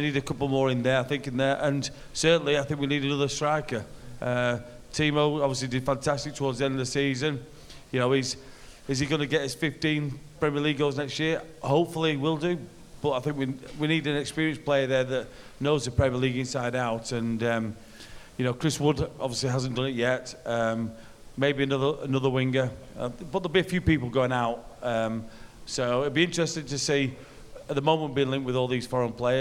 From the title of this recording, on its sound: GARIBALDI RED LIVE! | SOLD OUT SHOW IN FULL